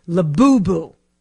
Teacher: apparently the accent is in the first boo. You're supposed to say Labubu, not Labubu.